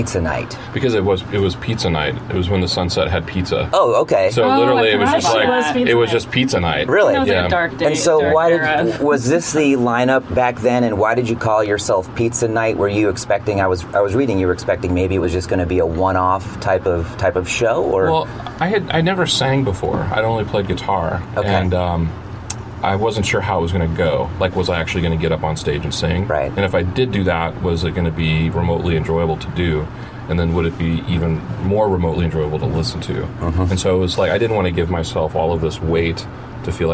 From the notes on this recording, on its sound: at the Georgetown Trailer Park Mall